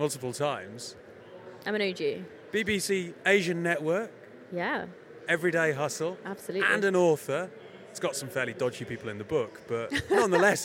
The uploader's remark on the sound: We're mixing it up with a podcast recorded on the floor of Web Summit.